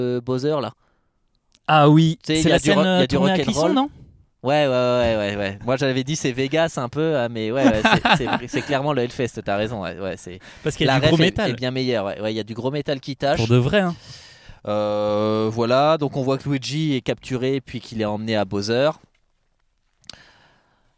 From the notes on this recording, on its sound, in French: L’autre jour on est allé au ciné voir les 45 premières minutes de Super Mario Bros et on a enregistré sur le parking dans la Clio.